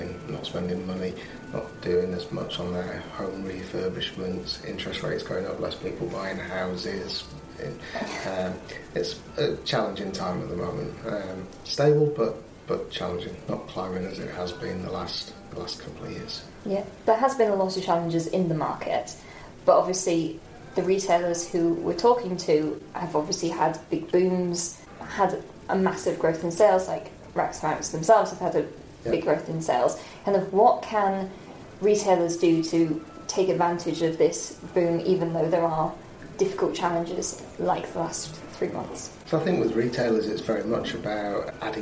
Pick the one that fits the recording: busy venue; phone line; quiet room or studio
busy venue